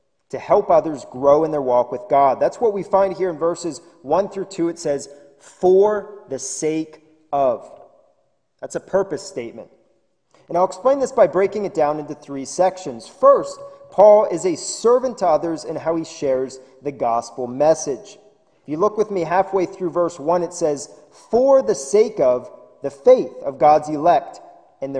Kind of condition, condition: setting, large echoing room